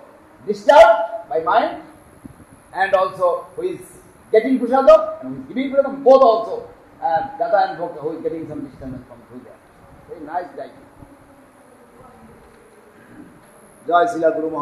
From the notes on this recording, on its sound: a lecture given on 6 September 2010 in Sri Chaitanya Saraswat Math Nabadwip